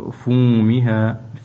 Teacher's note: فاء ممدود من الطبيعي، فومها الطبيعي لا نقصره ولا نزيده على الطبيعي